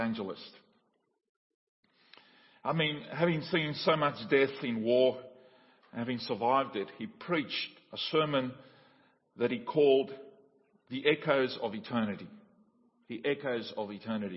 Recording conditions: large echoing room